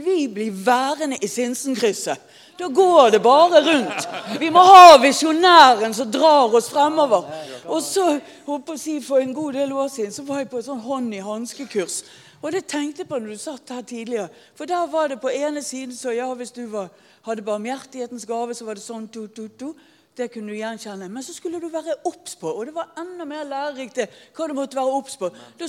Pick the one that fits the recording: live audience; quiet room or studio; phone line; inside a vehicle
live audience